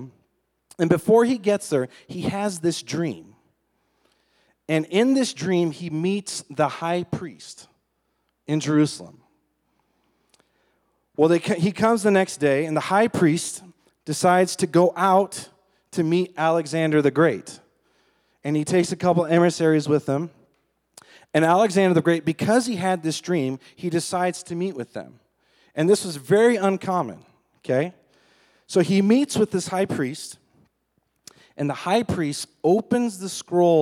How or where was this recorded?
large echoing room